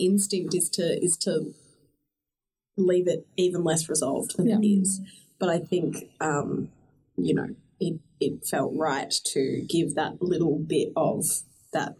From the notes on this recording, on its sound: Apologies for the audio issues in this episode. We were contending with new equipment and not everything went according to plan!